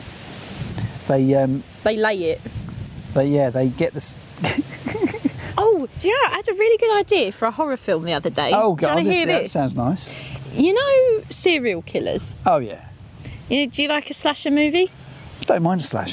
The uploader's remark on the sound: a hot summer's ramble near Piddington with sheeps